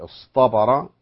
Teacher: أحيانا نرى أن التاء تبدل طاء إذا سبقها صوت مفخم